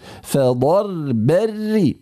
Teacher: لابد أن ينخفض الفك في الراء الثانية المشددة المرققة المكسورة